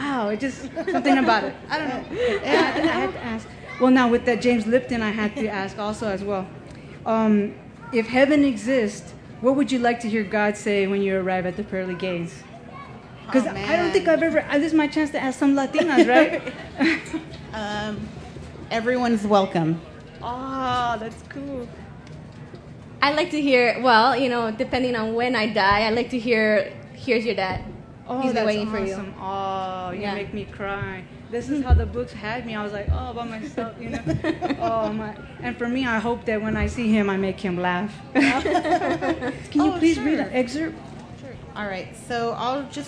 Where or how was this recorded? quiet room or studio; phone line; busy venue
busy venue